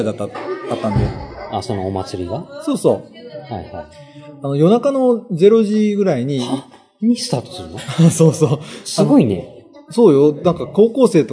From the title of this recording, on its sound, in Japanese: 公開収録回